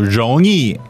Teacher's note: So 容易, second tone, fourth tone, right?